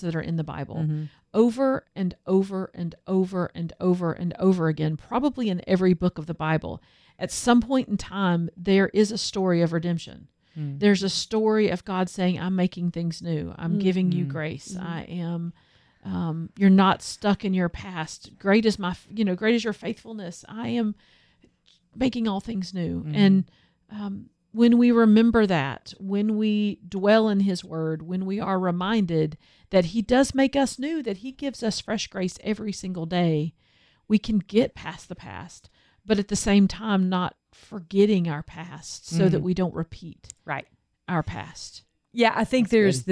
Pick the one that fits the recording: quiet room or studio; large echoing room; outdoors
quiet room or studio